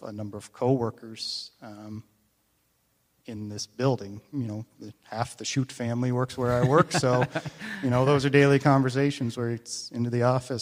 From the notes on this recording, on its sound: This is audio taken from the May 21, 2023 Sunday sermon at FBC Charlottetown PEI Canada.